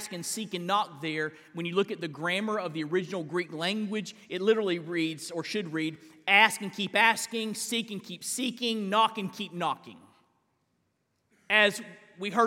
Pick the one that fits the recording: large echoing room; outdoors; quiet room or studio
large echoing room